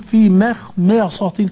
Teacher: لما يجي مثلا عند قول الله فمن يضطر في مخمصة، اضطر ضاد لها مخرج والطاء لها مخرج، تستطيع انك تعد الحروف وراء الشيخ عبد العزيز دون ان يلتبس عليك السماع، في مخمصة الميم مفخمة مرققة والخاء مفخمة والميم مرققة والصاد مفخمة، تلاقي الشيخ بيقول في مخمصة كأنه بيعد الحروف عدا، كأنه بيعد الحرف ويقول لك أيها المستمع الكريم افهم بأن هذا الحرف مفخم أو مرقق.